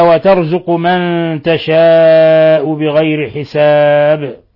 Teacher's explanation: من تشاء نون ساكن جاء بعد حرف التاء الحكم التجويدي إخفاء حقيقي. تشاء مد متصل لاتصال حرف الاتصال الهمزة بحرف المد في نفس الكلمة، يمد من 4 إلى 5 حركات، وحالة الوقف عليه بما أنه همز متطرف فيجوز مده إلى 6 حركات.